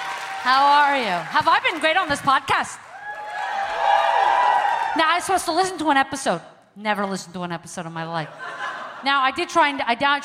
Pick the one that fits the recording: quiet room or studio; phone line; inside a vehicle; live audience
live audience